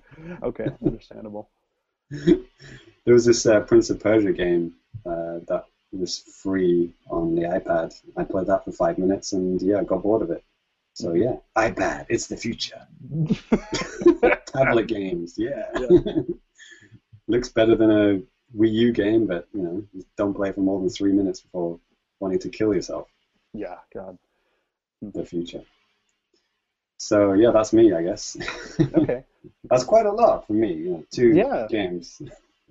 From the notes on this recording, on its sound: Brought the podcast live via Google Hangouts On Air!